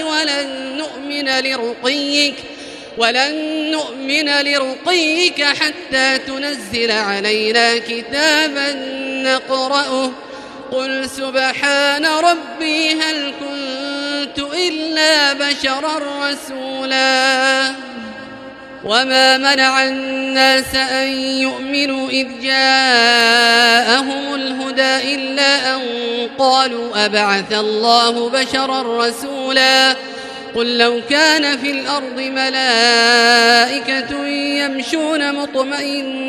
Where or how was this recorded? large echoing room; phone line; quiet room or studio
large echoing room